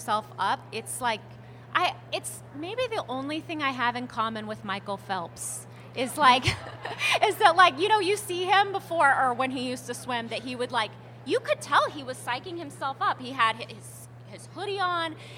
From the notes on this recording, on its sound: Part two of a special LIVE episode.